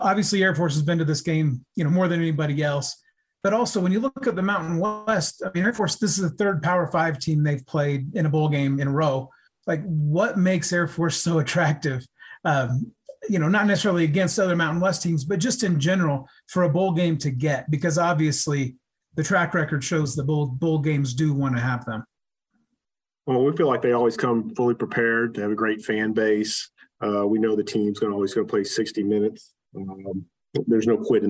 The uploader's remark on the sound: Zoom Call 12-12-2022